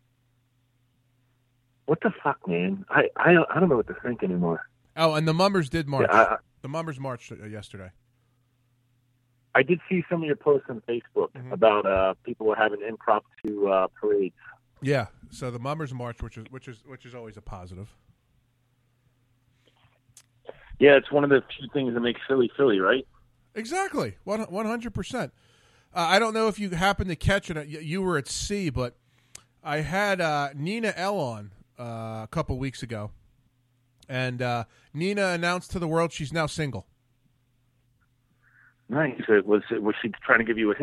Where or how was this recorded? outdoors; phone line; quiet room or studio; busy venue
phone line